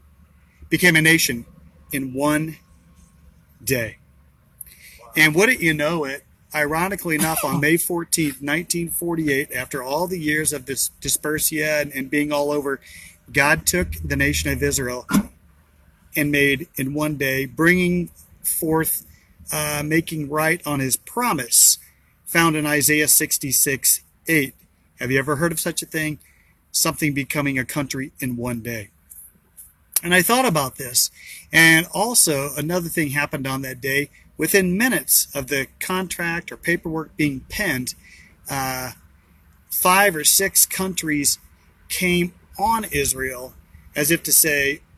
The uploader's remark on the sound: BROWN BAG IN THE VAN!